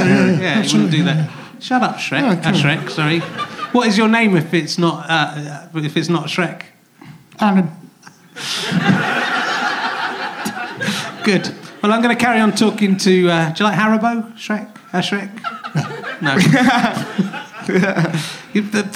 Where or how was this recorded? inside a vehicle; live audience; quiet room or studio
live audience